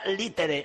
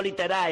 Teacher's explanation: el ditongo ae se dice e · Shown in: first take